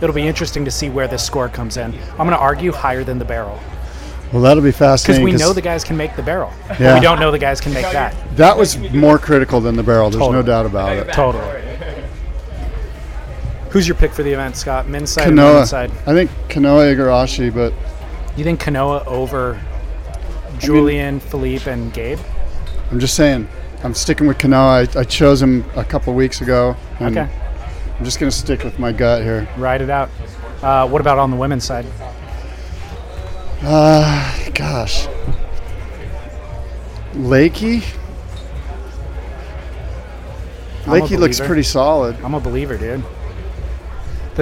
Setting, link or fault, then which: setting, busy venue